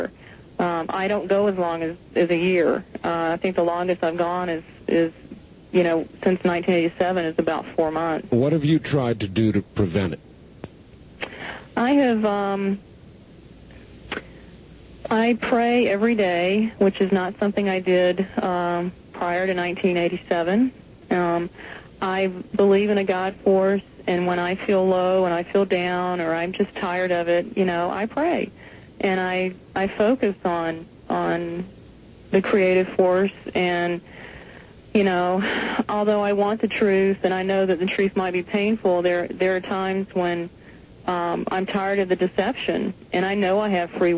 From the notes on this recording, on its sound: holds her tape recorder to the phone